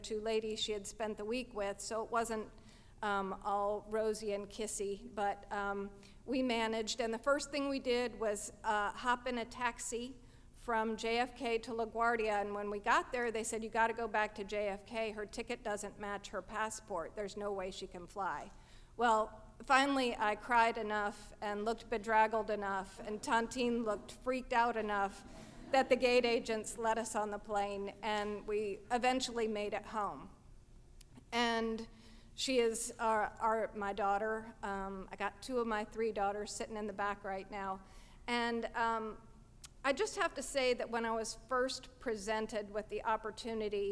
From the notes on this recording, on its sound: At our 2015 live event, "Ladies Night,".